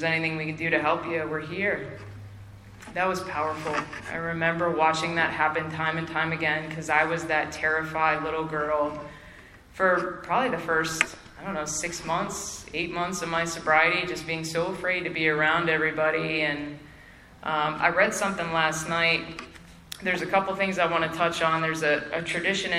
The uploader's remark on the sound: Spring Into Action 2022. At the Spring Into Action Conference in Sanford NC in Feb 2022.